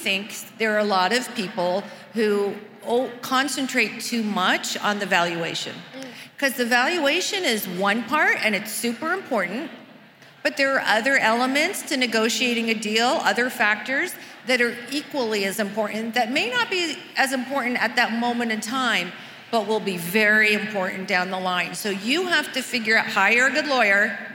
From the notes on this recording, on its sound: at Create & Cultivate's LA 2020 conference